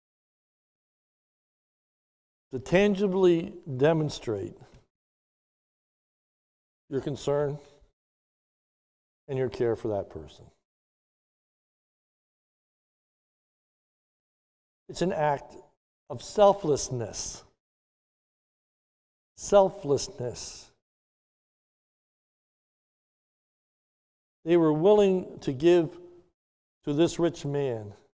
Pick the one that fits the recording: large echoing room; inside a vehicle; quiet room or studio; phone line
large echoing room